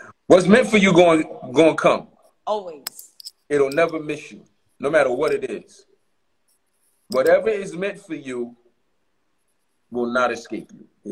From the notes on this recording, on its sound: joined us on IG Live